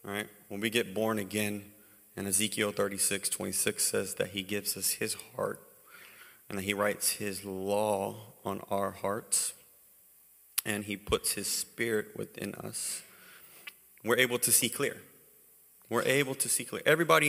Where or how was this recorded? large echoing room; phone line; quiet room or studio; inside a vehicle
large echoing room